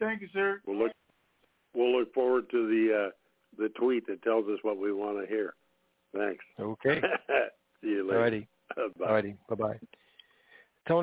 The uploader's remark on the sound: TNTSuperfantastic Conference Call